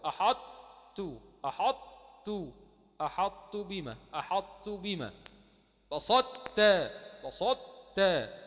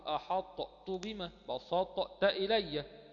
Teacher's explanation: متجانسين صغير، حكم الإضغام الناقص، لذهاب الحرف وهو حرف الطاء وبقاء الصفة · Shown in: first take · لو أنا أظهرت الحرف أقول أحطت بما بسطت إلي، ولكن فيها الإضغام الناقص.